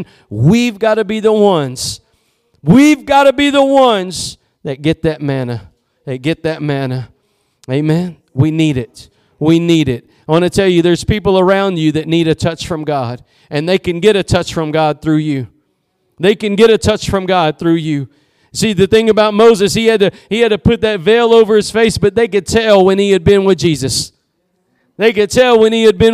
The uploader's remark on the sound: Preached at Gospel Lighthouse in Bossier City, La.